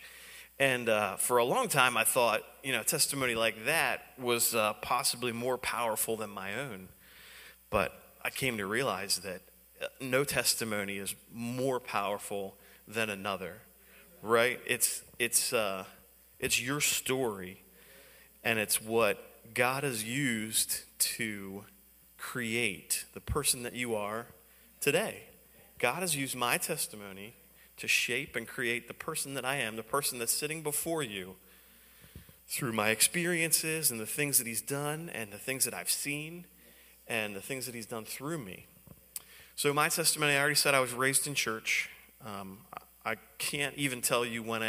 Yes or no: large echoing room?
yes